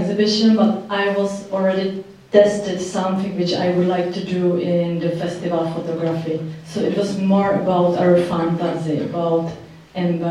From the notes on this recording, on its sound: Recorded at the Czech Embassy Cinema in London